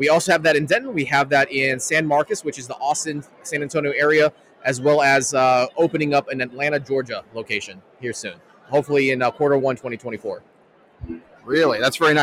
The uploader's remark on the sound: An exciting episode recorded live at the Latino Pilots Association Industry Expo 2023.